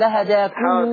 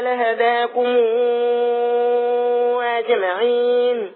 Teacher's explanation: ميم الجمع لما يجي وراها همزة أعمل لها واو كده وتتمد